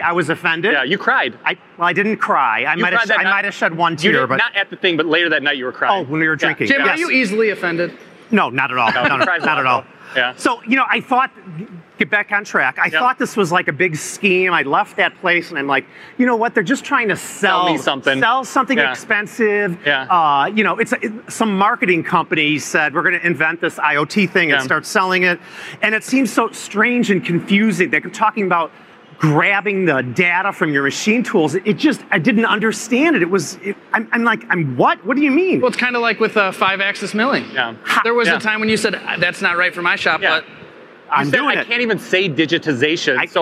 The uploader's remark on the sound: joined us live at IMTS